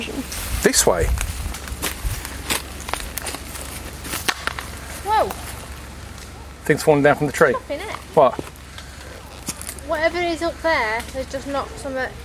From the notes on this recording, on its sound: This is a fairly long episode which hasn't been edited down much, so there are a lot of ambient pauses and heavy breathing to be enjoyed. Recorded in the field on my Olympus DM-3 voice recorder.